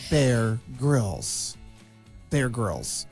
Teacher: Now you have to pronounce the grills with a hard G like a grill. Emphasize the first syllable, bear grills. Keep the Y and the grill soft like grills without the I.